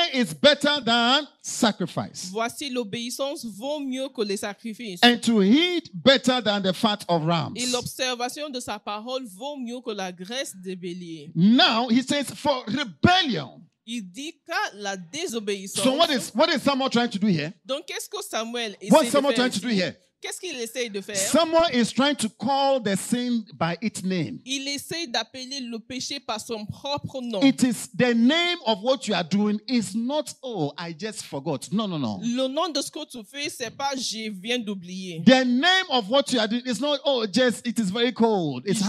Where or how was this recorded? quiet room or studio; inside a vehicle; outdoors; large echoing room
large echoing room